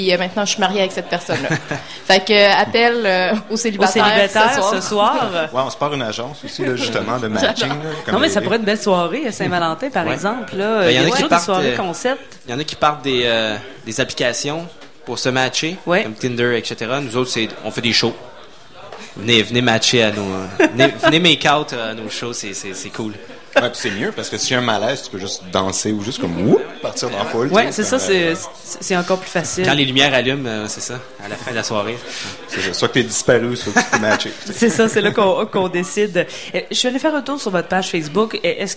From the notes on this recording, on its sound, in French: Au Festival d'été de Québec, en direct du bar Le Sacrilège, sur les ondes de CKRL 89,1.